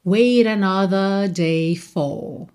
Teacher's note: a gente tem um rarará no T de wait para juntar wait another